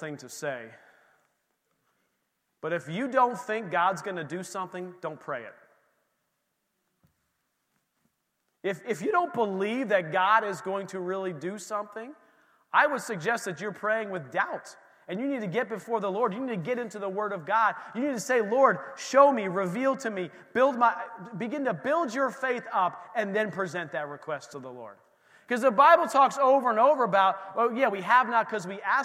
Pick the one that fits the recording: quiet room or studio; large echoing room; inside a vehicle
large echoing room